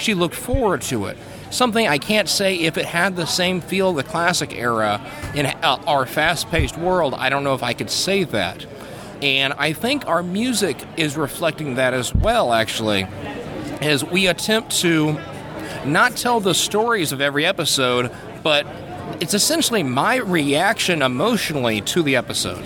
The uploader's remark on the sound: recorded at TimeGate 2013 in Atlanta